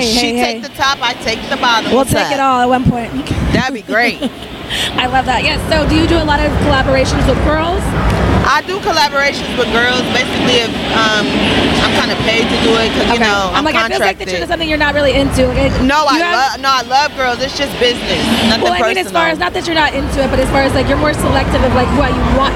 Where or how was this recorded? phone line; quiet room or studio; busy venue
busy venue